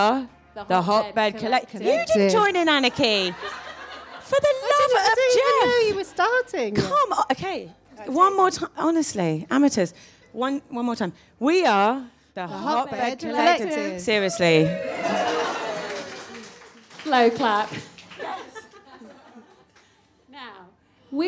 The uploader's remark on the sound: A very special live edition of the Hotbed, recorded at Sh! Women’s Store in London. Their gaggle of gorgeous listeners.